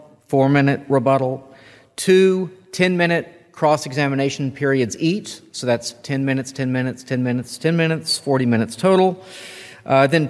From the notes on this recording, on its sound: did two, back to back debates at First Lutheran Church in Houston